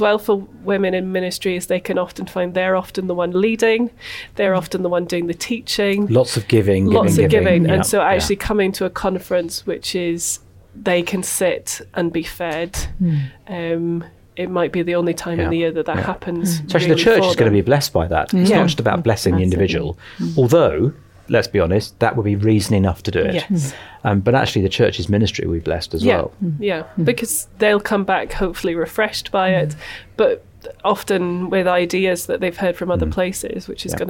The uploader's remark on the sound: This episode was recorded on location at The Hub conference.